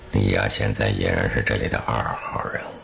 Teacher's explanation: 一些演员在说台词的时候呢，就会带有一些神秘的气泡音